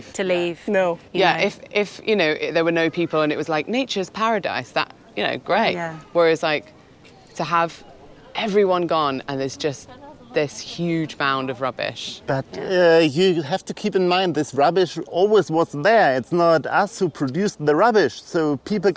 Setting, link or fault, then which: setting, busy venue